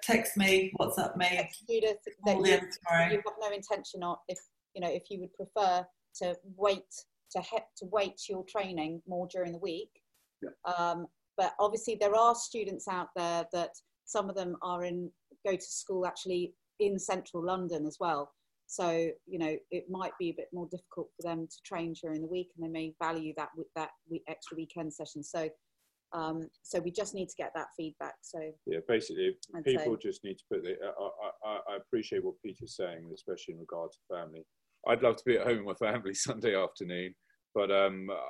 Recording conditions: video call